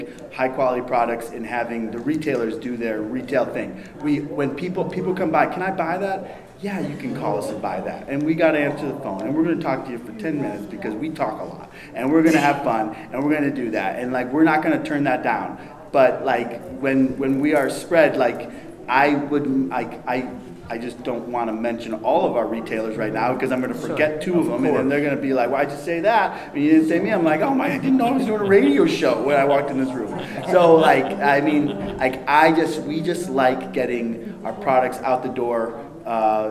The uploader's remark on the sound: Live to Tape from the 2018 Global Pet Expo in Orlando, Florida